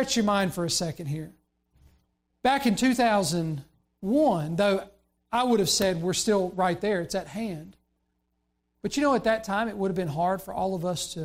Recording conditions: large echoing room